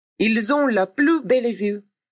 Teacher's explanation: При произношении ils ont делается liaison, то есть связка, так как слово заканчивается на согласную, а следующее начинается с гласной.